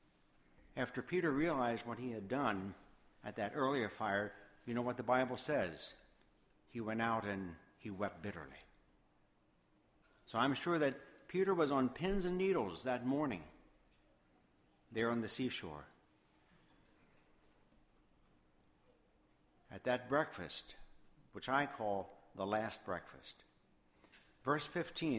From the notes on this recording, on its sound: Sermon Audio from Woodbury Church of the Brethren.